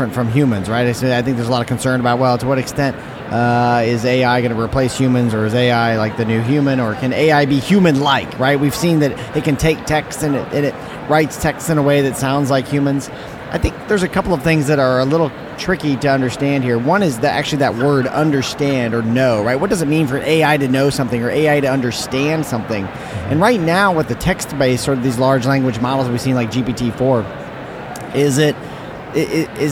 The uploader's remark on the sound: Live from SIOP